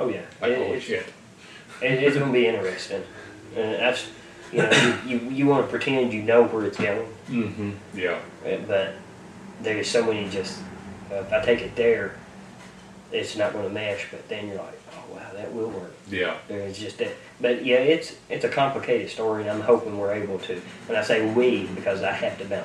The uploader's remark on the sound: my Podtrak didn't record like it was supposed to so the entire sound is from my Canon Camera